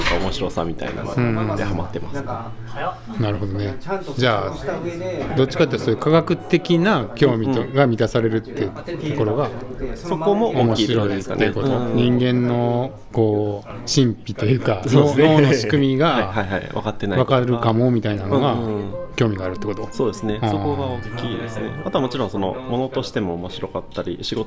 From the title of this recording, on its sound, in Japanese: BAR KRYPTOで